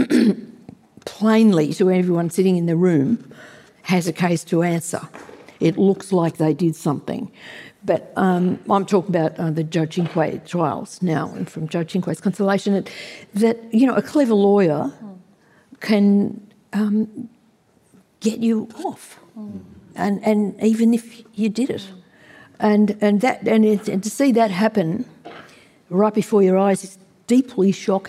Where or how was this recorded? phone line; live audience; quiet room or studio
live audience